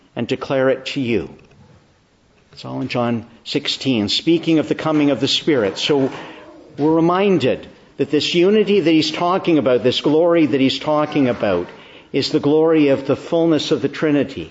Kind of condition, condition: setting, large echoing room